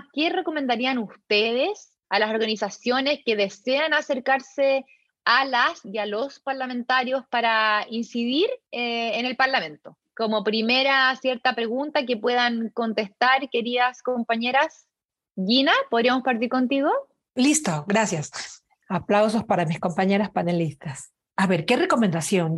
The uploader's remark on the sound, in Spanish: Grabado durante el taller virtual.